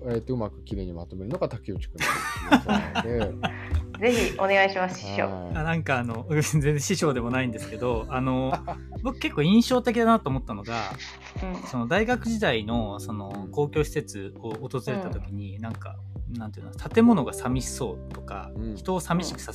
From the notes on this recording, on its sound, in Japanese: 機材不良のため、定期的に雑音が入りお聞き苦しい箇所がございます。